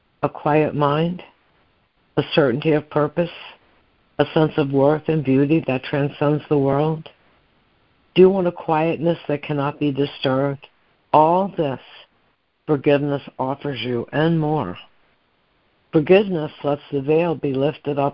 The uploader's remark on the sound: ACIM Daily Conference Call